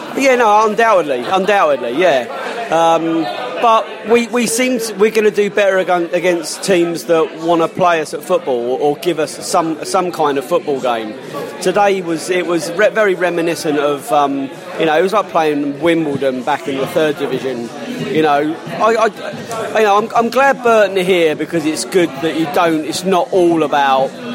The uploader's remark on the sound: post-match podcast from the pub